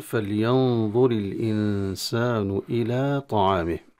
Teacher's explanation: والنون في إنسان تخفى كذلك كما عند الضاء، تخفى عند السين مع الغنة، وبعد السين ألف غير مرسوم، ولكن هي هذه من الحروف التي لم ترسم ولكنها تنطق، والمد مد طبيعي بطبيعة الحال لأن لم يقع بعدها لا همزة ولا سكون. · Term: إخفاء حقيقي